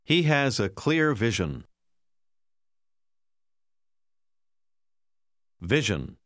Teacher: La S suona anche come je nella combinazione S-I-O-N. Si pronuncia jeune.